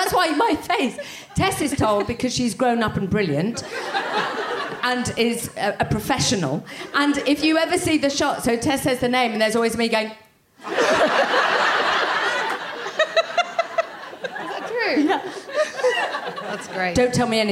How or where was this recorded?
busy venue